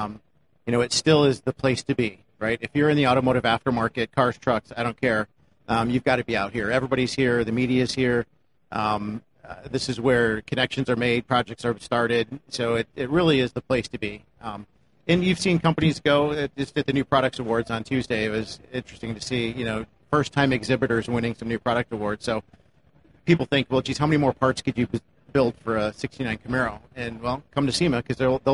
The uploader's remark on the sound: Live again from the Magnaflow stage at SEMA 2018